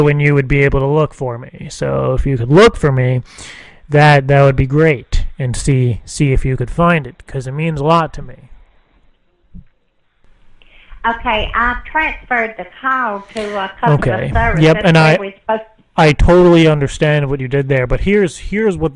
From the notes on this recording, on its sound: Live prank calls every week!